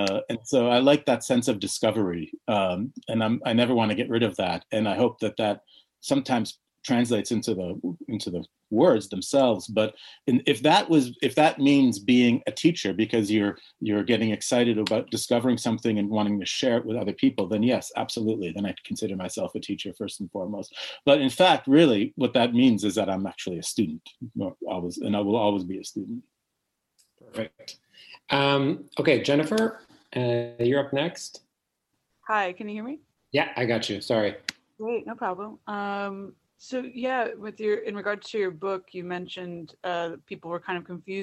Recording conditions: video call